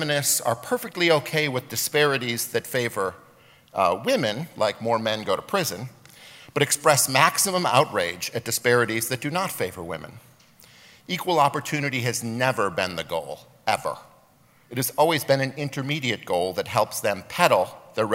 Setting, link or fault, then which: setting, live audience